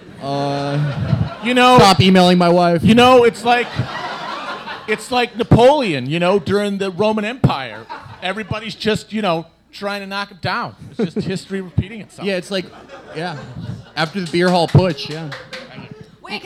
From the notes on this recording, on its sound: In this live show recording